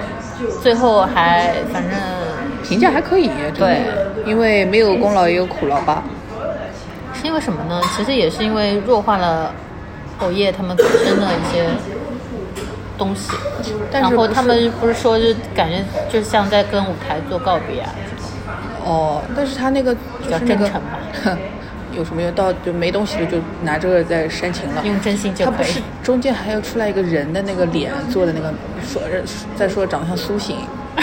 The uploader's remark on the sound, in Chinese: 第一次尝试边走边逛边录的形式。去张园的路上（室外录音）行脚节目。